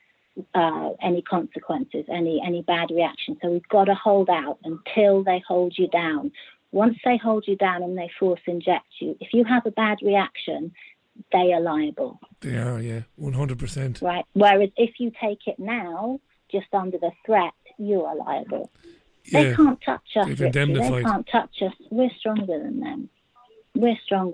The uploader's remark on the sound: Global Phone-In. Took calls from listeners as far afield as Vancouver Canada, Johannesburg, Northern Spain and the UK.